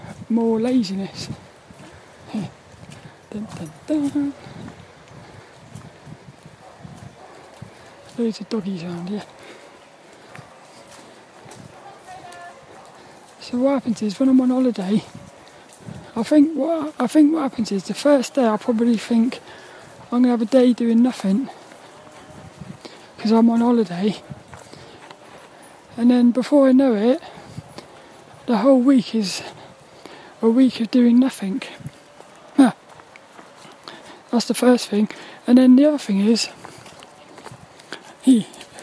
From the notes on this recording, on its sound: This 'About The Tings' brain dump episode was a Walk and Talk around the local Graveyard, and Central Park in Plymouth.